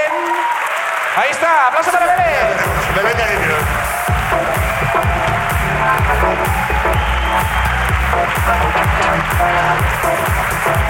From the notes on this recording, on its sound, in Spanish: La Ruina desde Madrid. El público de La Ruina.